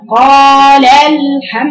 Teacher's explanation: ارفعي هنا شويه في اللام كده والمد اللي بعدها يبقى ترفعي صوتك عليها شويه